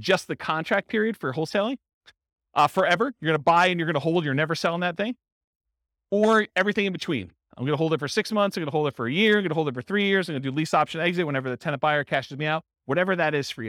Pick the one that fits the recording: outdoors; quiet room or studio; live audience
live audience